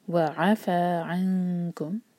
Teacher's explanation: عین پر سکون کی آواز آتی ہے تو ایسا نہ کریں، عین کا فتح پورا ایک حرکہ